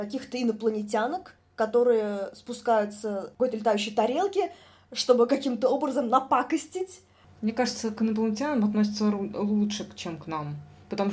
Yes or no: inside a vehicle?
no